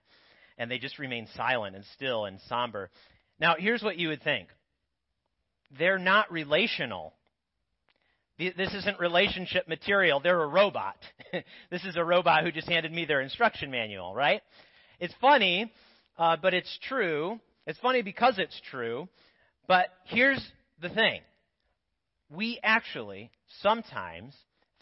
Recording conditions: large echoing room